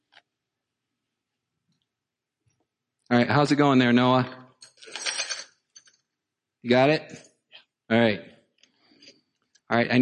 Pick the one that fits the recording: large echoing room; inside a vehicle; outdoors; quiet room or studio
large echoing room